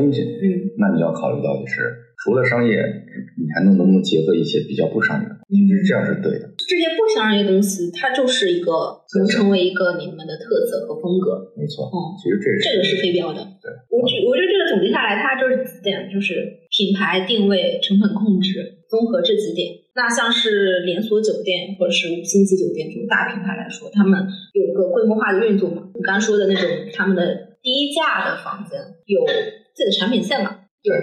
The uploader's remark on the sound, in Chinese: 约这对开民宿的夫妻，临时录了期播客。因为录制空间和设备的问题，本期内容音质不太好，希望你多多包涵。